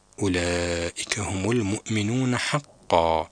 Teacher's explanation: هنا في كلمة أولئك حرف المد هو الألف. هنا الألف تمد مدا طويلة ويسمى بالمد المتصل